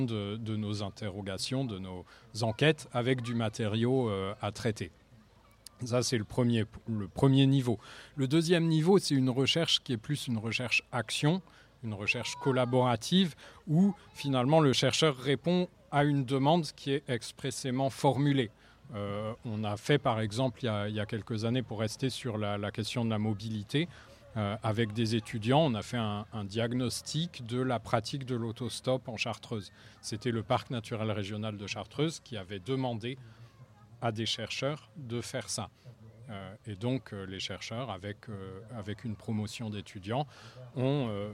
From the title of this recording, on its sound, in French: en direct de la Biennale des Villes en transition de Grenoble